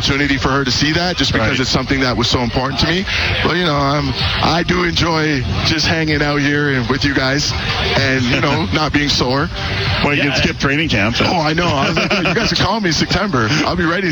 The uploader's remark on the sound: LIVE from Commonwealth Stadium for Fan Day